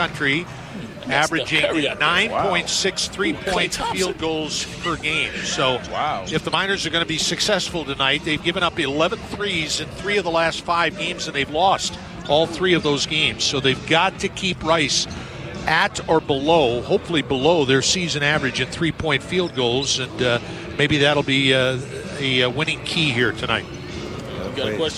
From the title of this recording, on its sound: SportsTalk Live at the Desert Institute of Sports Medicine